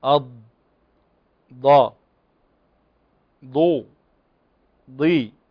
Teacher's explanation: سميت مستطيلة لاستطالة مخرجها عند النطق بها حتى تتصل بمخرج اللام. فالضاد تخرج من إحدى حافتي اللسان من هذه المنطقة، واللام تخرج من هنا، فهي تستطيل حتى تخرج، حتى تتصل بمخرج اللام من هنا الذي يخرج من أدنى إحدى حافتي اللسان إلى منتهى طرفه اللام. · Term: الاستطالة